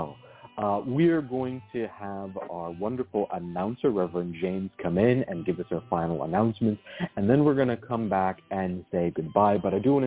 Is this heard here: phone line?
yes